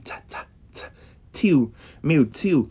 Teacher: Então, o certo, o T perfeito no inglês, seria de um nordestino, mais precisamente de Pernambuco, ali do interior de Pernambuco. Que além de falar tio, ele ainda tem um soprinho, tem um arzinho.